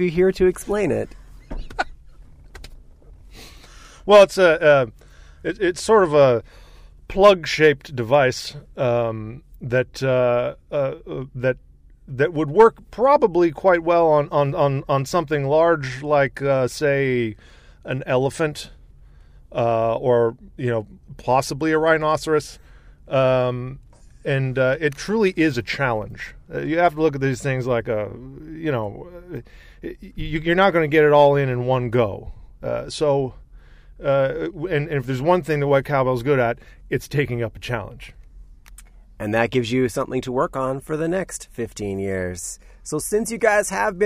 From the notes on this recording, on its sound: I had a few beers in the van. When the band stopped in Vancouver celebrating their 15th anniversary tour.